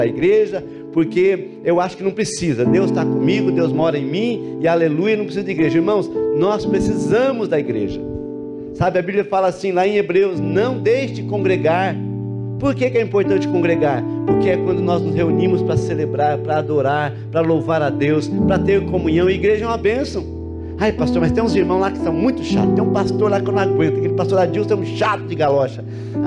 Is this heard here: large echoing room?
yes